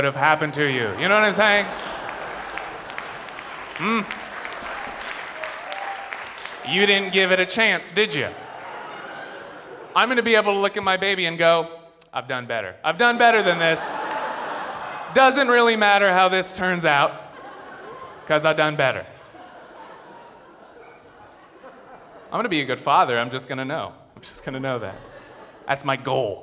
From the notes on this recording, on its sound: Before a screaming audience at San Francisco's Brava Theater. Snap Judgment, LIVE!